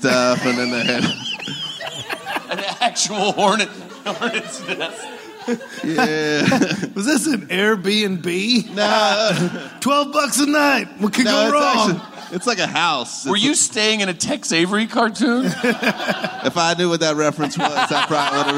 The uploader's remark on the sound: Live from LA Podfest